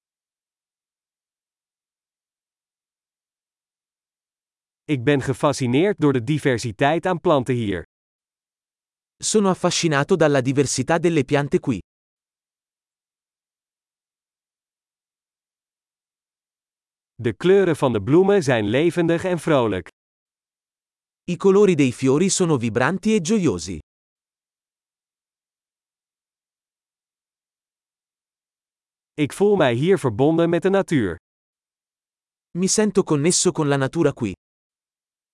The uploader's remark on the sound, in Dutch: Een wandeling in het bos. Is het niet heerlijk om deze eekhoorns te zien rondrennen? Het geluid van de kabbelende beek werkt therapeutisch. Het panorama vanaf deze heuveltop is adembenemend.